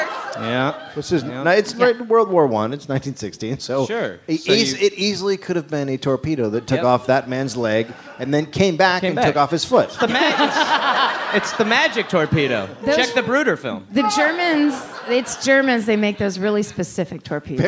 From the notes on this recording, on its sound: Live from the Los Angeles Podcast Festival